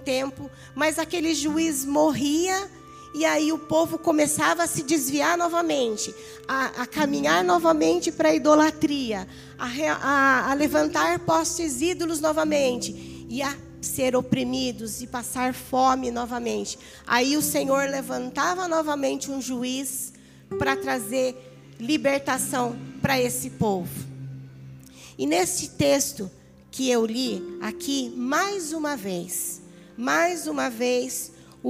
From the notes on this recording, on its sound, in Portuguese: Áudio do Culto de Domingo do dia 14/08/2022.